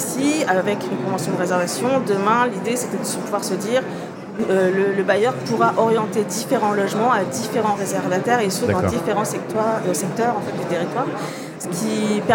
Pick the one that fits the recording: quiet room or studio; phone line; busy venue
busy venue